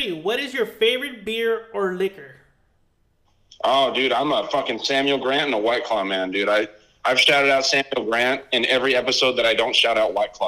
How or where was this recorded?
phone line